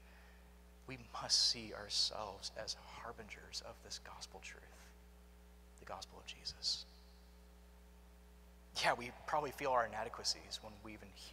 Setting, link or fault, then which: setting, large echoing room